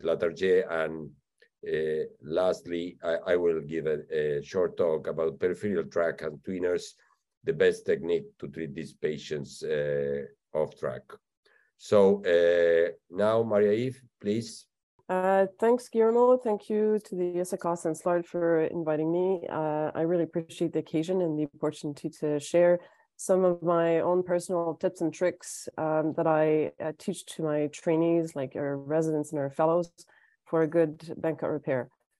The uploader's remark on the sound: This is the Audio Replay of the 2022 ISAKOS Webinar with SLARD presented in Spanish!